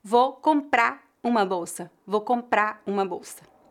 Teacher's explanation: Dependendo do sotaque, algumas pessoas fariam a redução fonética da letra R no lugar de ligar as palavras